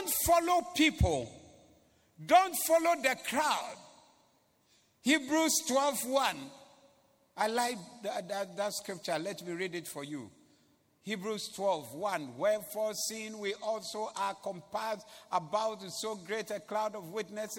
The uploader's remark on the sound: Preached at the Doxa Service on 11092022